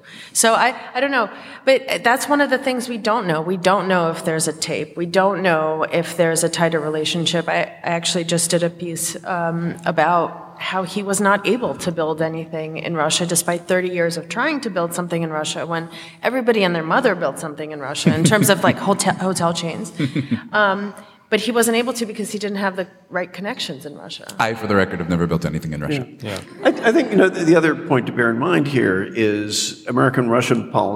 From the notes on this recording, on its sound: Recorded before a live audience at the Sixth and I Historic Synagogue.